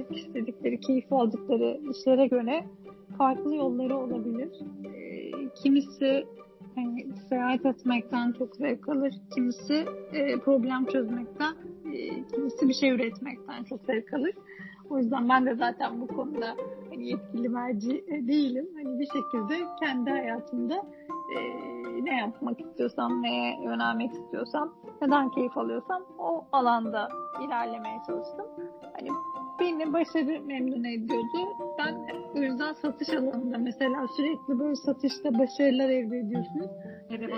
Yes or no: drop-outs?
yes